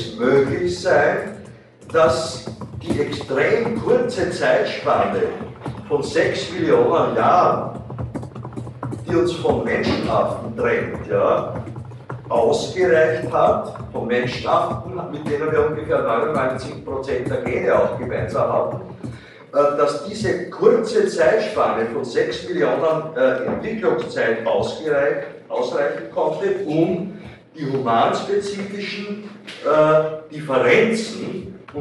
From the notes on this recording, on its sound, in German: Diese Vorlesung wurde von Studierenden der Universität Wien aufgezeichnet